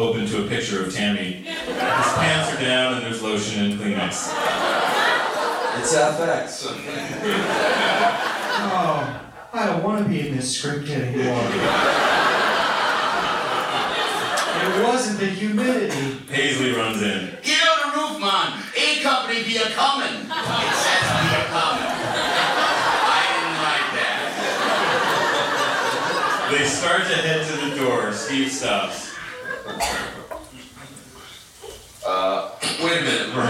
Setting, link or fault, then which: setting, live audience